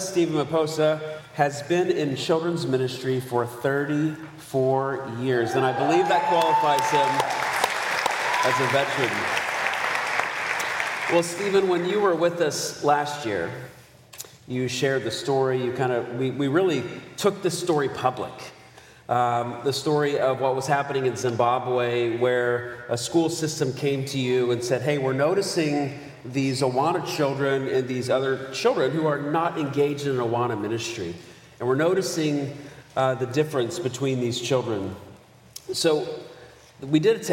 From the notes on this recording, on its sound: Live from the 2023 Child Discipleship Forum